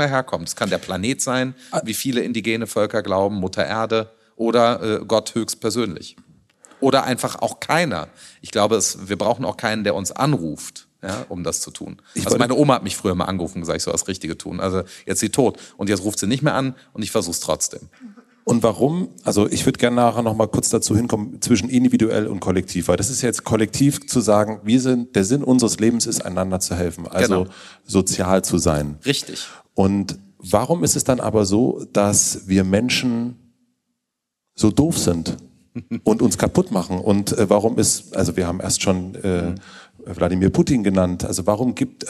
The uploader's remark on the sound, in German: Wir haben uns live vor Publikum in München unterhalten.